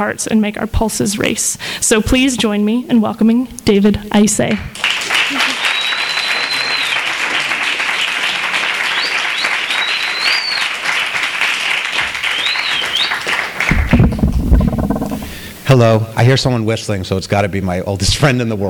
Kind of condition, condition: setting, live audience